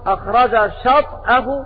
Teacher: وقرأ باقي القراء أخرج شطأه بسكون الطاء مع القلقلة وهما لغتان شطأه وشطأه هكذا.